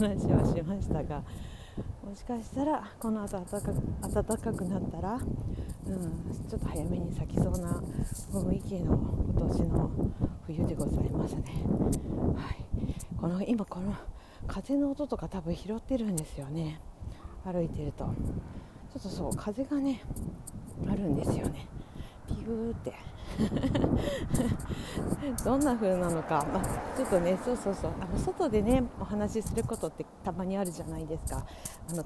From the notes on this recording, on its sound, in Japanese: 歩きながら徒然と from Radiotalk。